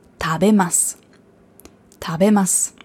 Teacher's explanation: Das heißt zwar tabemasu, aber das U wird ja nicht ausgesprochen, das verschluckt.